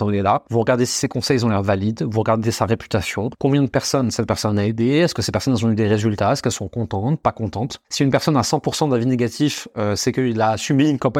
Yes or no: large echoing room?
no